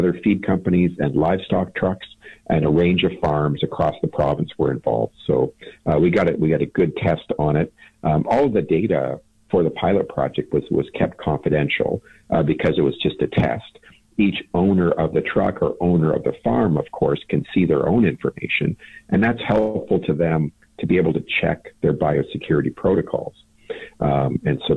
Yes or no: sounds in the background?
no